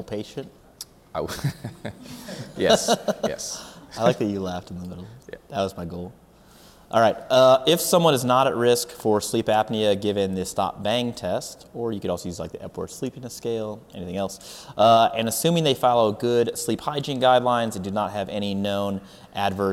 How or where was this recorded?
live audience